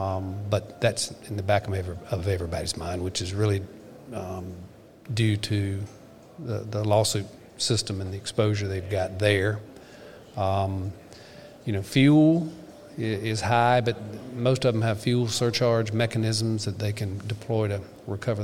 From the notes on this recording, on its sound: The Legal Bench was on hand to record interviews at the 2021 SC Trucking Association Annual Meeting at the Marriott Grande Dunes in Myrtle Beach.